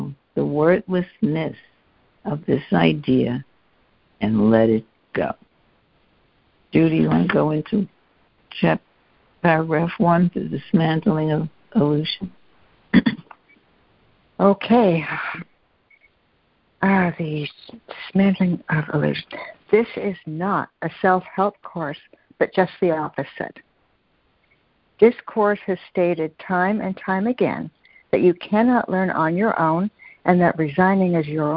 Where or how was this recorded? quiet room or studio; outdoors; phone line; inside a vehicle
phone line